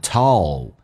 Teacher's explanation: 先发 E,再发 U,然后舌尖再抬起来很饱满 told.